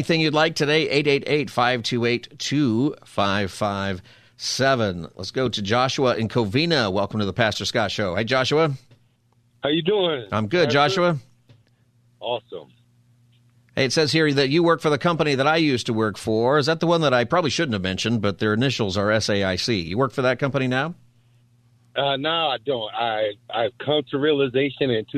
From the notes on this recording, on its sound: It's also Open Phone Friday. Takes your calls on any topic.